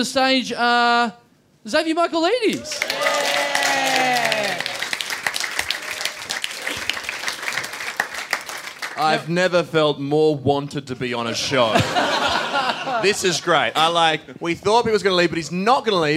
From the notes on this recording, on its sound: Recorded LIVE at Five Boroughs. As part of the Melbourne International Comedy Festival.